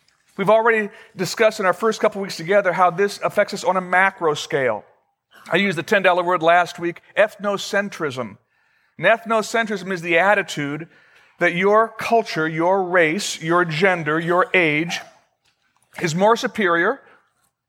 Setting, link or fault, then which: setting, large echoing room